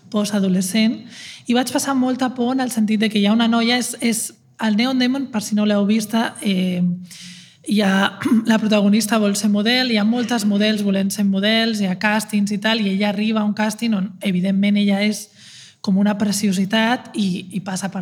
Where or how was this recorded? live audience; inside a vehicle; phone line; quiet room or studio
live audience